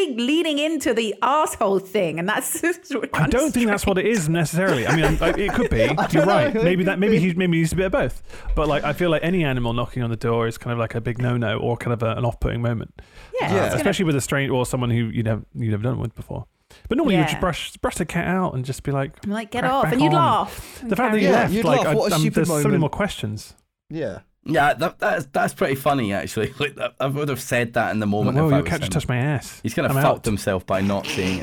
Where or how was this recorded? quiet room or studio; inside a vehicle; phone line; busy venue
quiet room or studio